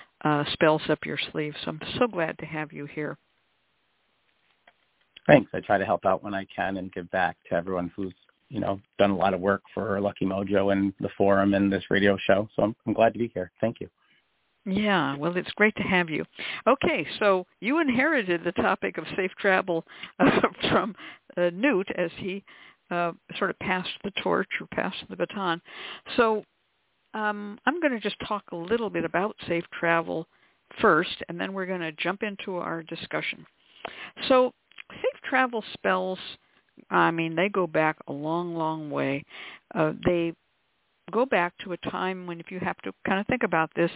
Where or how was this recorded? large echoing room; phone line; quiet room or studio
phone line